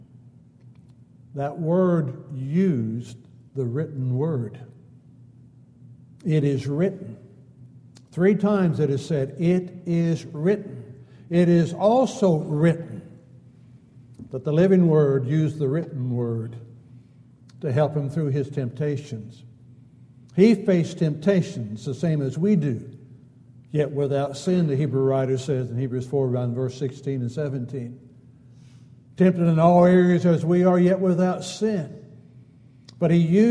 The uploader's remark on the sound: Downtown Church Of Christ Audio Sermon